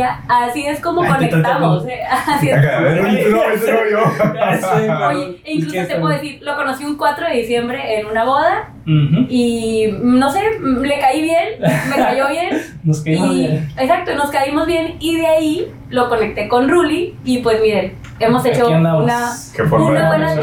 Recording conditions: poor sound quality